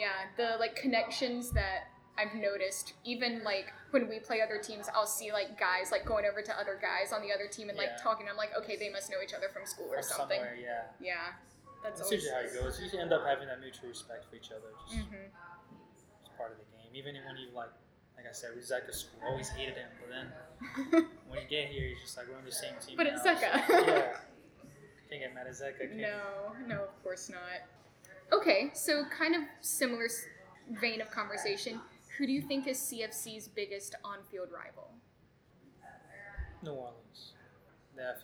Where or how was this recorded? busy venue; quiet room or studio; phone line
busy venue